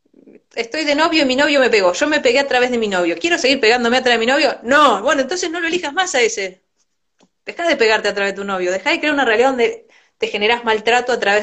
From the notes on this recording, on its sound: Instagram live